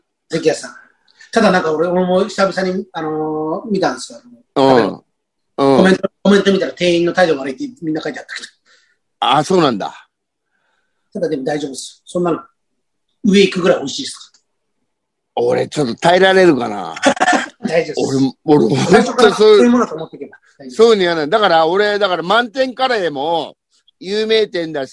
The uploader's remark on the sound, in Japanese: ZOOMで収録。